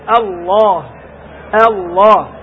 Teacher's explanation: لأن الهمزة جاورت حرف مفخم الذي هي لام لفظ الجلالة، الله، الله خطأ، الله، الله، فتنطق الهمزة مستفالة ثم اللام مفخمة ثم الهاء مستفالة